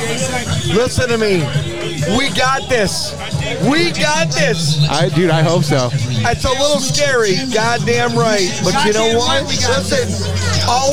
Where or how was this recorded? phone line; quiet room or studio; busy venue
busy venue